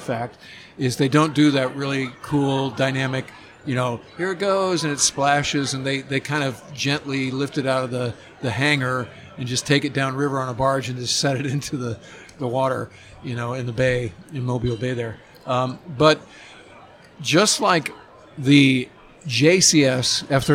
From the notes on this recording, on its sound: live from the San Diego Convention Center